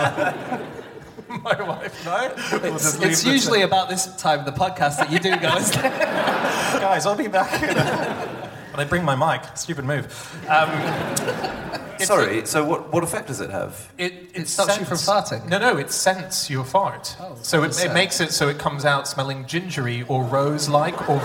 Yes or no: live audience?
yes